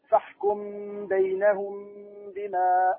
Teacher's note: إخفاء الميم الساكنة قبل الباء